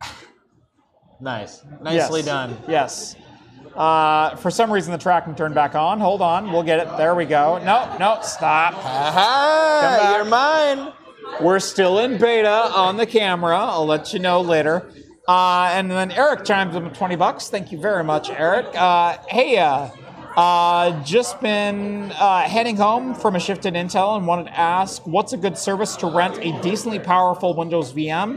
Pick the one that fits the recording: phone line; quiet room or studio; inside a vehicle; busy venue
busy venue